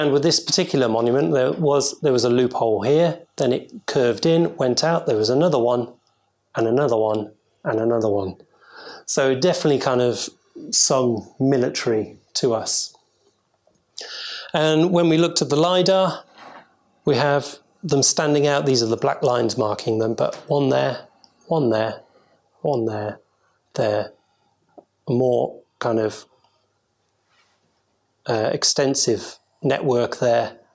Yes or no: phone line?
no